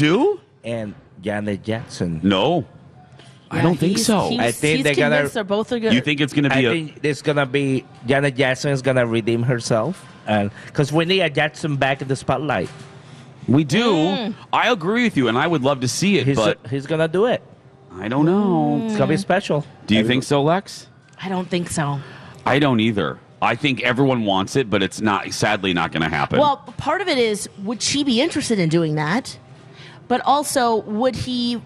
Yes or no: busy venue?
yes